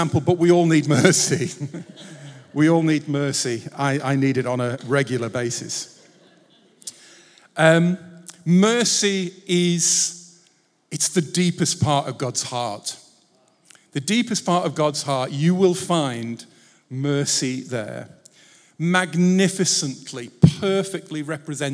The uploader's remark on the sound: Recorded Live at Life Church Lancashire on Sunday 13th August 2023.